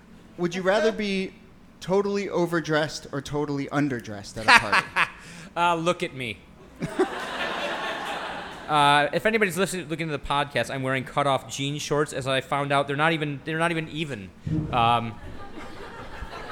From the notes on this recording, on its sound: Ask Roulette is a conversation series in which strangers ask each other questions on stage. This excerpt is from our August event at Housing Works Bookstore in New York City. Several audience members.